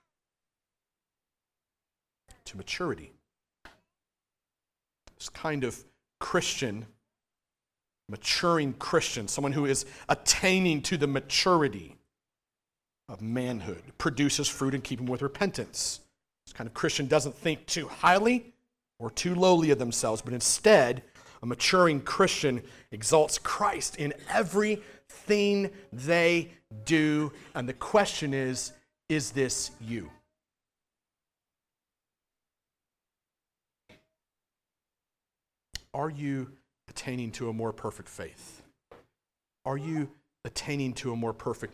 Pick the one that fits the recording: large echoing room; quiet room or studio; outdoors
large echoing room